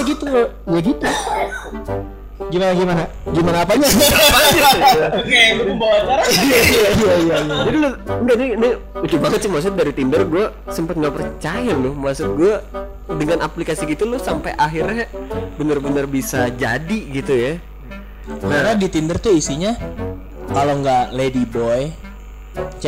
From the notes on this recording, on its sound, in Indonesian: Mohon maaf kualiatas suara low quality karna terjadi masalah teknis